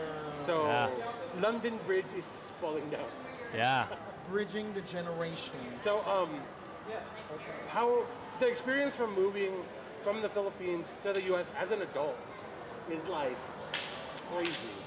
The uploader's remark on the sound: We are recording live from FAHM Mania 3 in Plaza West Covina. We have the opportunity to be part of this Filipino Festival and we decided to have some fun with everyone here by playing games and shooting some live podcasts.